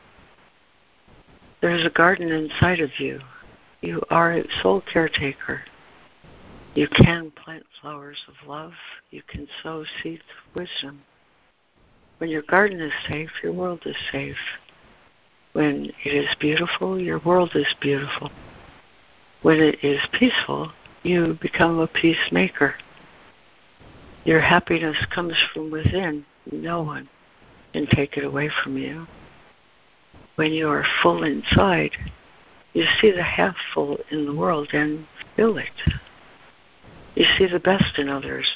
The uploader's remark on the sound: ACIM Daily Conference Call